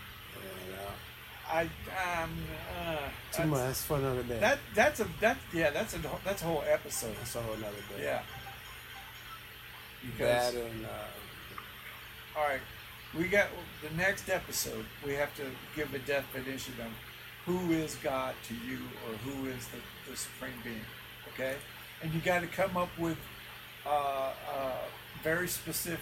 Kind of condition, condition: fault, poor sound quality